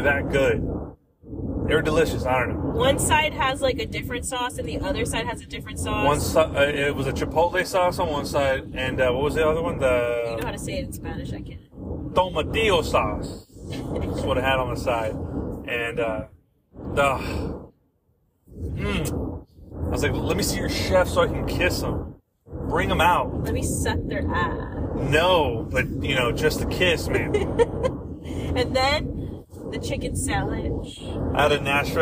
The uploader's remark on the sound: It’s a road trip podcast with my wife! The sound is meh but work with it cause it’s a good one!